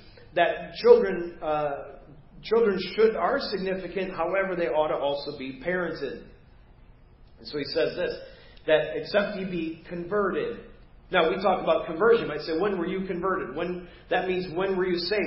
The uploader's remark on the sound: Preached at First Baptist Church of Hazel Park